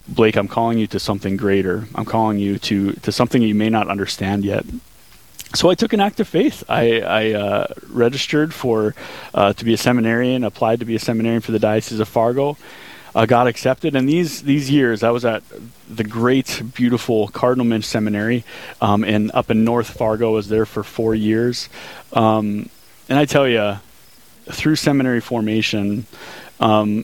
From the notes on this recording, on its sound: Live from the Rose Creek Golf Course, the annual "Putt 4 a Purpose" fundraising event for the Fargo Diocese!